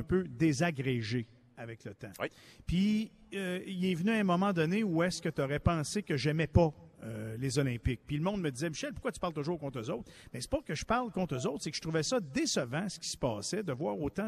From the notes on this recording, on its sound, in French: En direct du Pêle-Mêle Pub de L'Agora.